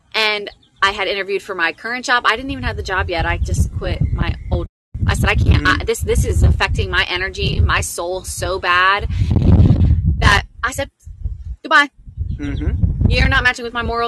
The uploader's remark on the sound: Was recorded live over the Wisdom app. The show was recorded outside our home studio so there will be background noises, wind dogs barking, and the like. We took complete advantage of a beautiful August day!